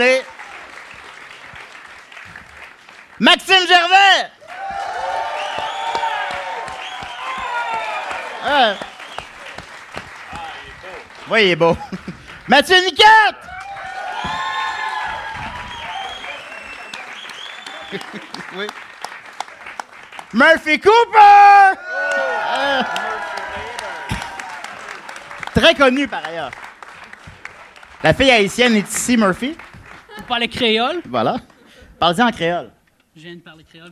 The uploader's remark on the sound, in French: LIVE au Zoofest 2017